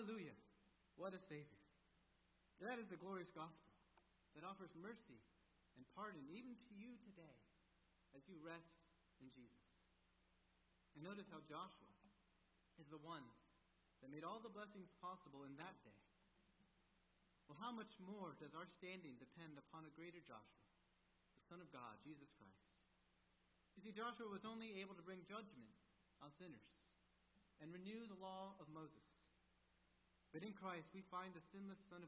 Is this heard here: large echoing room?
yes